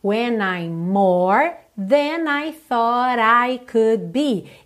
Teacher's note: dois M's, a gente liga no M só